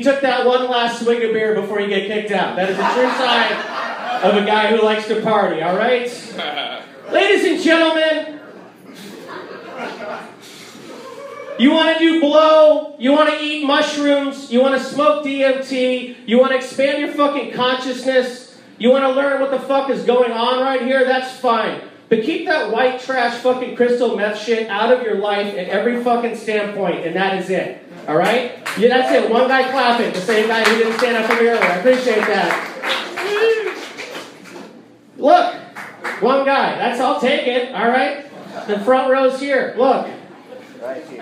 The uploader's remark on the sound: Live comedy included from The Velveeta Room and also Sure Thing in ATX. Other than that, the usual, me yelling into a microphone.